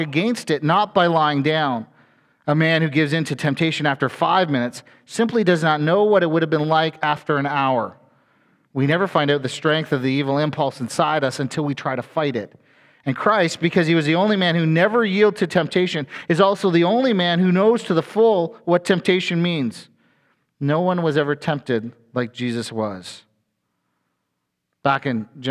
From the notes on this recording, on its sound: A sermon from FBC Church in Cobourg,